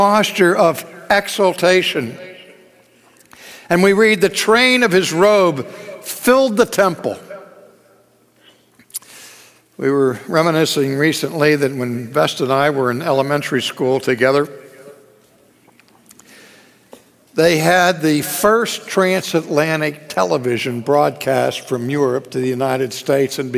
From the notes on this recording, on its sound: This message is from our 2015 National Conference, After Darkness, Light.